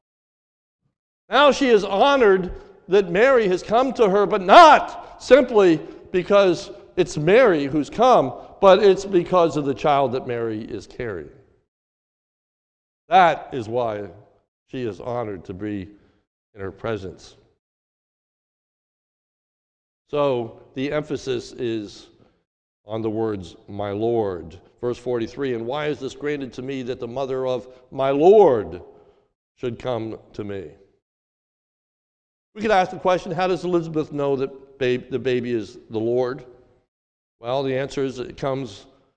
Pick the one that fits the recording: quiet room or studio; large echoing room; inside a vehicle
large echoing room